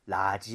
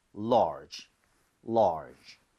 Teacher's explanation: R 중간에 R 살아 있습니다. 그래서 입모양 모으고 혀를 당기면서 꼭 해주세요. · Shown in: second take · 그래서 라지가 아니라 혀가 뒤로 당겨지면서 large 이렇게 되겠죠.